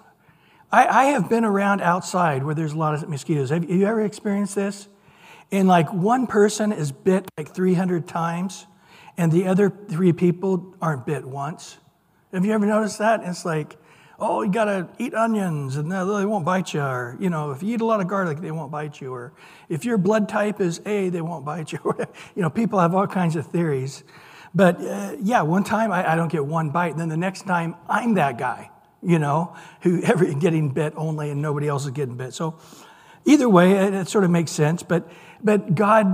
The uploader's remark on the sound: Recorded at Calvary Chapel of Los Alamitos on Mar 22 2023 on Wednesday evening sermon.